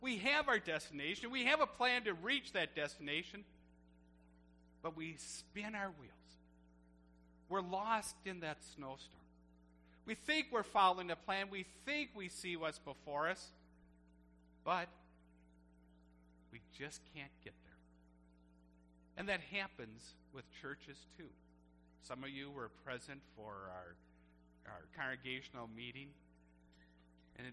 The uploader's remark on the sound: Service recorded at Living Water Lutheran Church, Oshkosh, WI.